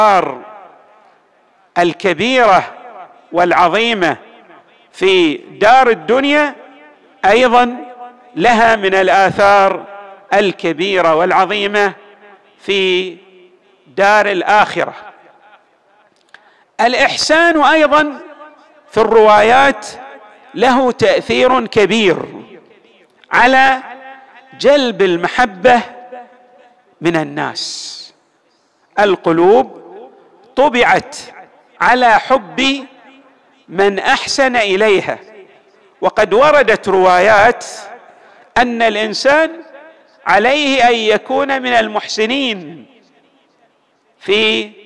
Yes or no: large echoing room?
yes